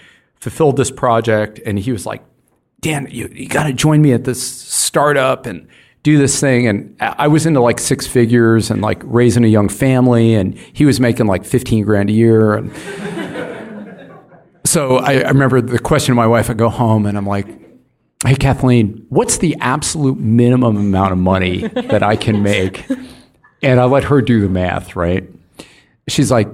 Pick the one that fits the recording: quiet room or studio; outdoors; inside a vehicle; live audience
live audience